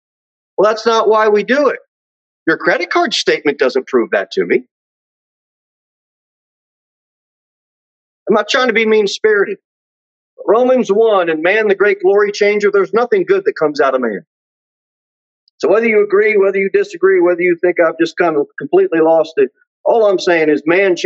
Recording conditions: large echoing room